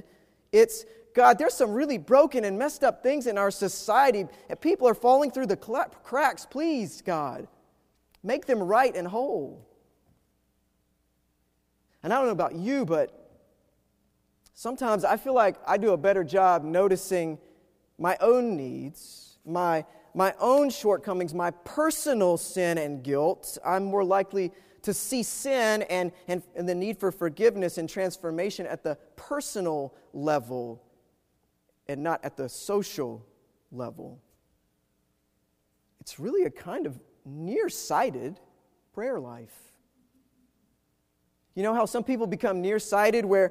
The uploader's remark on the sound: Preached at Wake Forest UMC